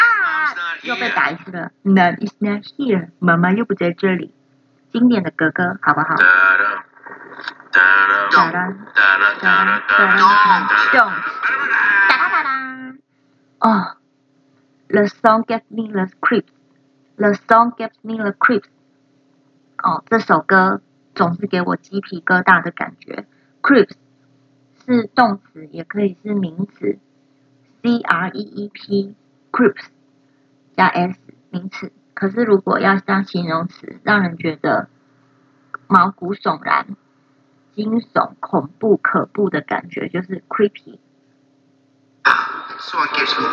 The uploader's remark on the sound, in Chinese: 手機音質不佳